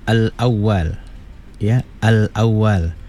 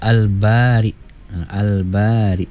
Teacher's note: lam tu dimatikan jelas dengar ya · Term: izhar qamariyah